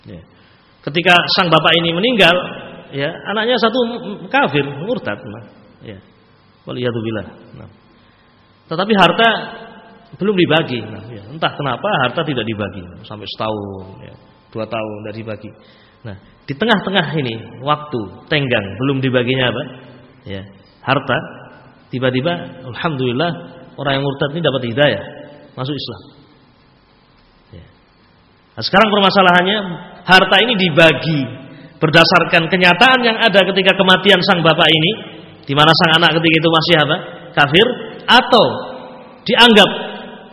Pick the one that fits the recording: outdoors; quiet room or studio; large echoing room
large echoing room